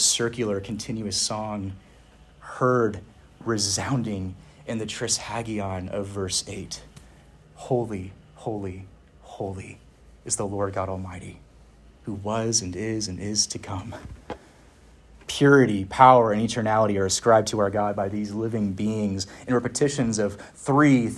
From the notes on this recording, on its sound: Preached at Westminster Theological Seminary (Philadelphia, PA)